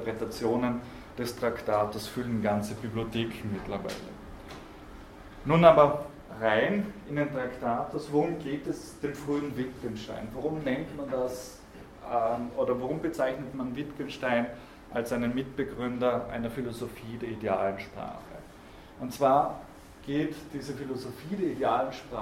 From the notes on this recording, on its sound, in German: Diese Vorlesung wurde von Studierenden aufgenommen